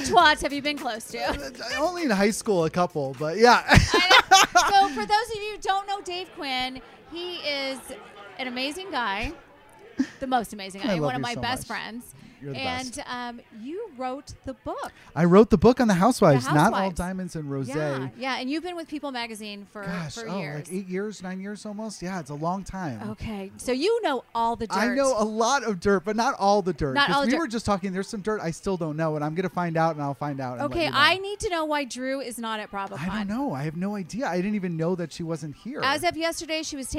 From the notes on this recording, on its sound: Live from BravoCon.